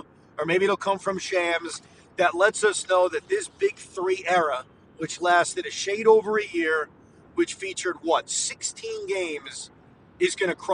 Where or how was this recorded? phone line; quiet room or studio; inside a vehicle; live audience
inside a vehicle